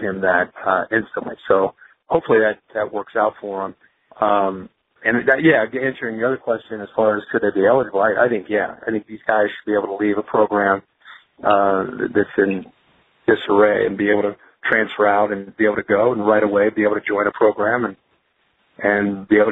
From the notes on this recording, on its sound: In this NFL Draft media conference call.